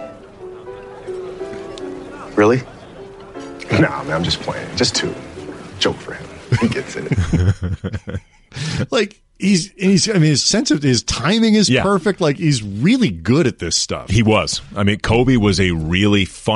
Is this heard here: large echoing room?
no